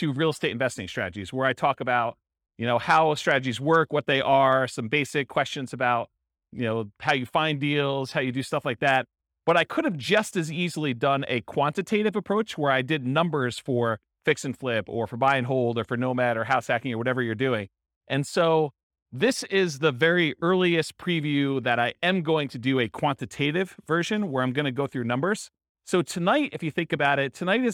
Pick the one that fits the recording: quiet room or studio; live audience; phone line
live audience